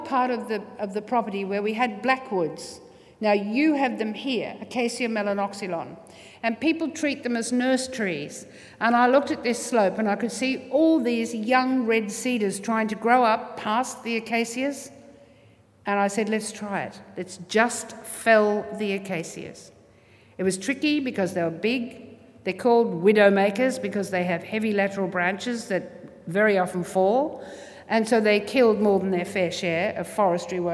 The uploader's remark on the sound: THIS SYDNEY IDEAS LECTURE TOOK PLACE AT THE UNIVERSITY OF SYDNEY ON 27 October, 2013.